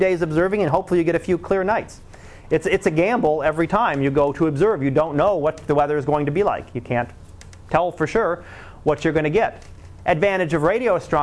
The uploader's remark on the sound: Live Class Lecture